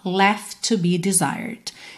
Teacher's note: seria muito comum a gente juntar left to num T só, left to be, e é uma possibilidade que você tem.